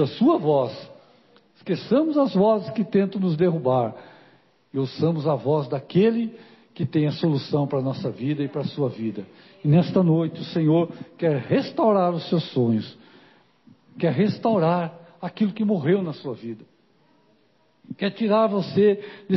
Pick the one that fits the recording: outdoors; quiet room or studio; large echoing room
large echoing room